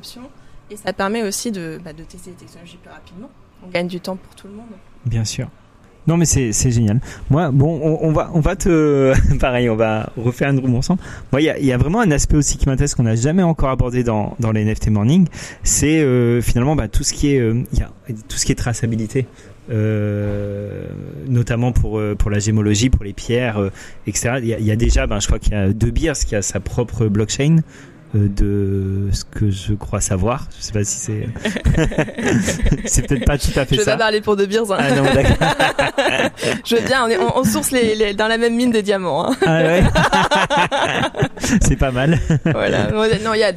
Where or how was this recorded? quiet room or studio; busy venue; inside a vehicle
busy venue